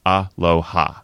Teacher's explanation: So if you take the word aloha, three syllables, the first is a single vowel sound, the other two have what's called CV structure, a consonant sound followed by a vowel sound